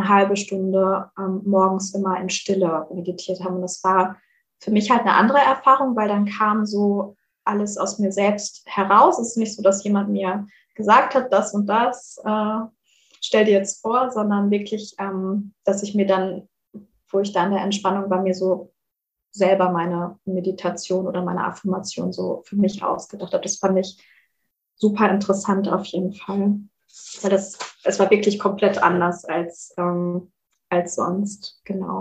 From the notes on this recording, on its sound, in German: Hatten wir auch diesmal wieder ein paar Soundprobleme, da wir die Folge über Zoom aufnehmen mussten. Leider hört man dies etwas.